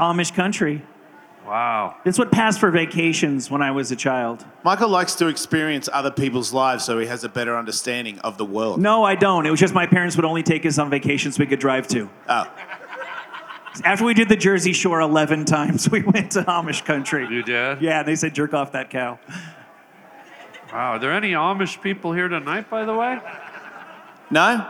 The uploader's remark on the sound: LIVE at Skankfest 2023